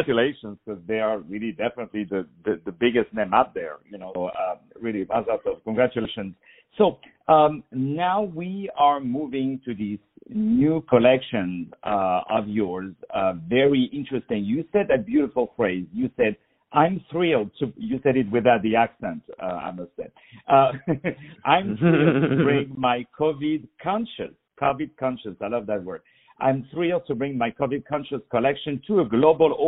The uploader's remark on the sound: On the phone